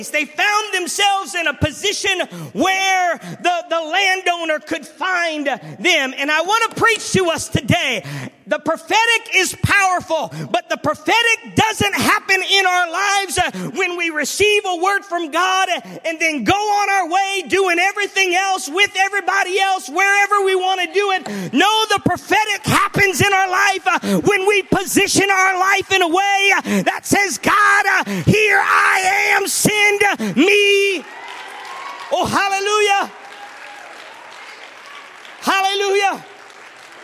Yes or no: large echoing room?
yes